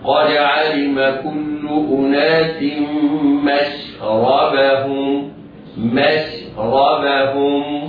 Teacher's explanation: الميم والشين مرققتان، لا يسبق اللسان وينطقها المفخمة مشربهم، لا، الميم والشين مرققتان بعدهما راء مفخمة